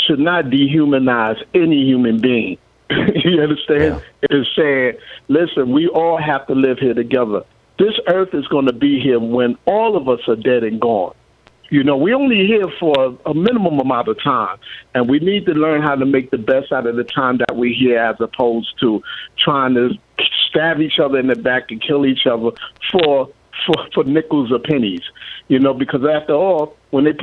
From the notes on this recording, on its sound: Listeners call